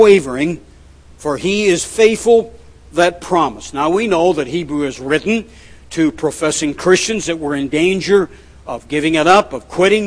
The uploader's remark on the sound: at The People’s Church of Somerville, NB